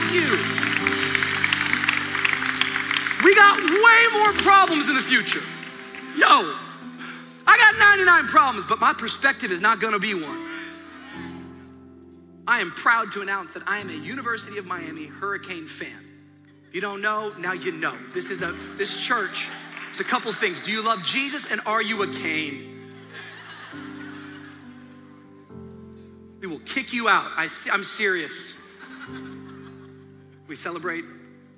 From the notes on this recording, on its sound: Shares live from Anniversary Sunday in this special message, Fresh Start.